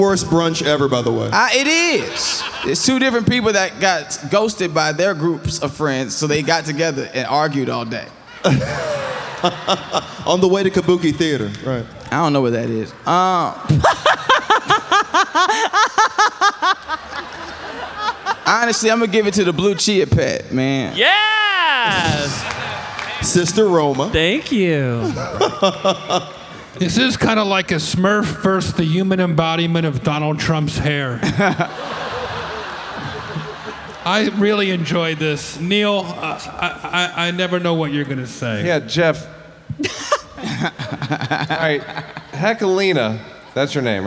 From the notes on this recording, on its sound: This episode is live audio from Comedy Centra’s Clusterfest 2019.